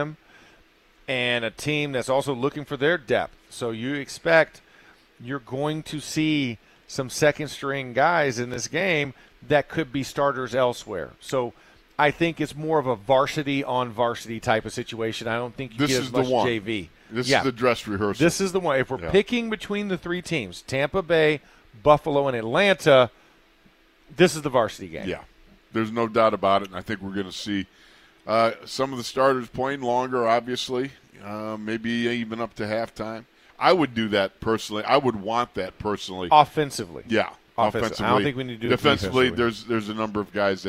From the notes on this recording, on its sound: ITL Live from Steelers Camp Day 14.